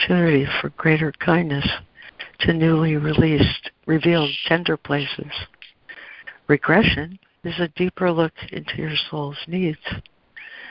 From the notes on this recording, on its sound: ACIM Daily Conference Call.